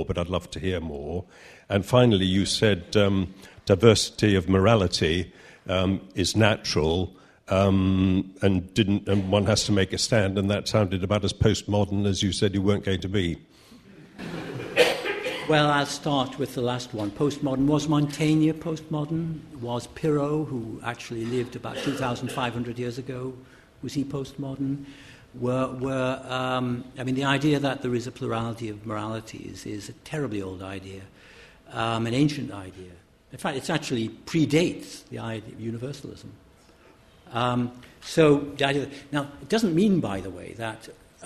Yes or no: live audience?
yes